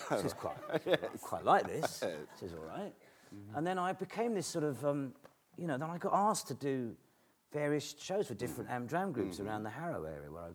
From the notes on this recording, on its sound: This is a recording of a live event from October 2012.